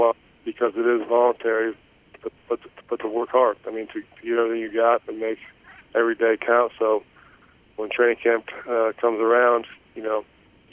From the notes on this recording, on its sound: Conference Call. Jets WR Returns to the Facility and Speaks with the New York Media.